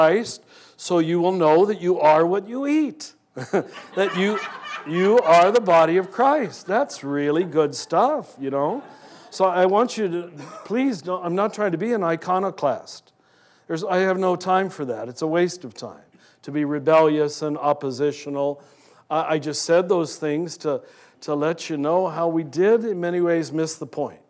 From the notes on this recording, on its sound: From two SAND Conferences recorded before live audiences.